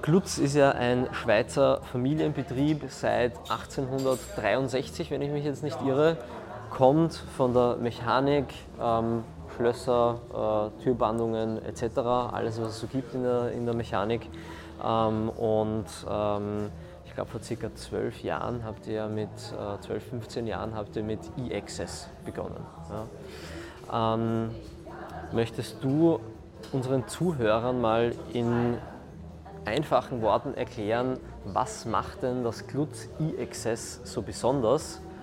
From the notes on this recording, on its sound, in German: live auf dem Jahreskongress temporäres Wohnen in Berlin